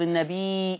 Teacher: الايه 213: قرأ ورش باثبات الهمز في لفظ النبيين، تقرأ النبيين فيصير النبي إشباع المتصل، هذه الياء تشبع، النبي مد متصل ست حركات، إين ثلاثة البدل، يبقى لفظ النبي إين، النبي هذه الياء تمد مدا مشبعا لأنها مد متصل